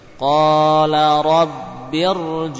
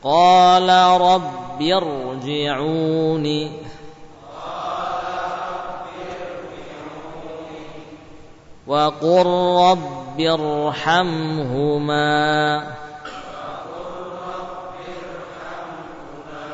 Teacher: ra sukun, sebelumnya ada kasrah namun terpisah pada kalimat yang beda, berbeda. Nah, sehingga dibaca tebal. · Term: ra yang dibaca tebal